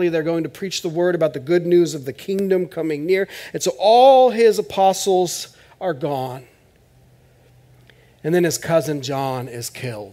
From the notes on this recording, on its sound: This is audio ripped from the Live Service video.